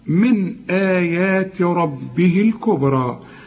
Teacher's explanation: الباء عندنا هنقلقلها لأنها عليها السكون